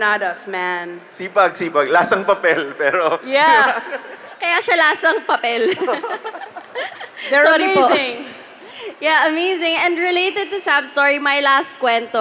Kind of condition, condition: setting, live audience